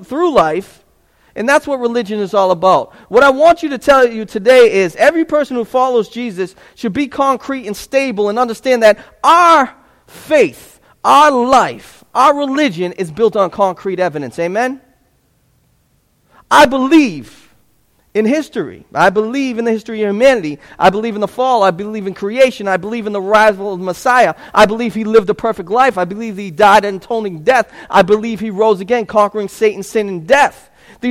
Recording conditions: large echoing room